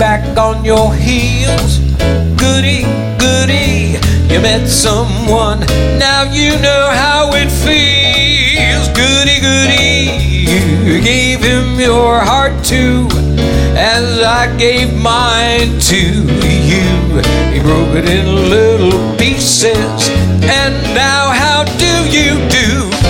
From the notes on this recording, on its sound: Live at the South Point Casino